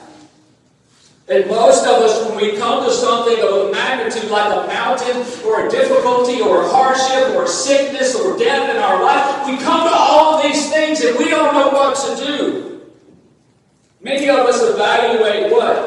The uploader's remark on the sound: Recorded on August 21, 2022 at Friendship Baptist Church.